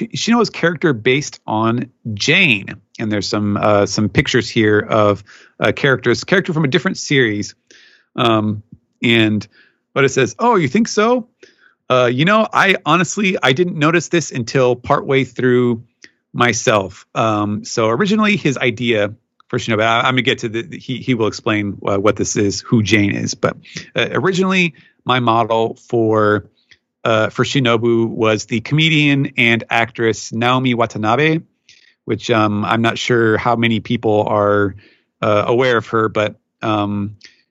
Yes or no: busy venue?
no